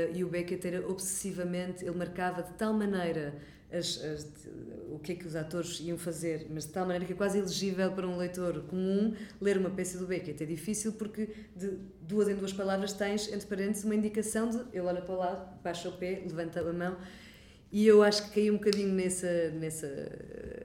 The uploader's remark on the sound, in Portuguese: numa conversa gravada nas Correntes d’Escritas